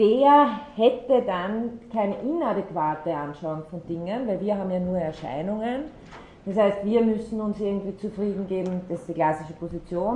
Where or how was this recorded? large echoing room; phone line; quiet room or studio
large echoing room